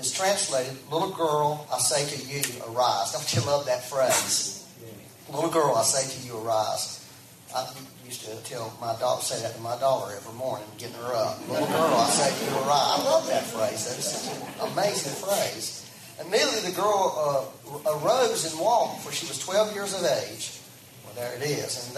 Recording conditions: poor sound quality